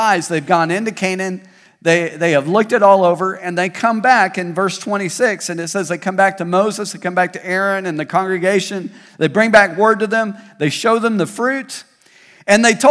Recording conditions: large echoing room